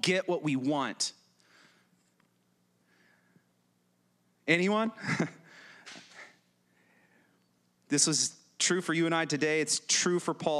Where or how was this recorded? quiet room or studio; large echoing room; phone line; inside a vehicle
large echoing room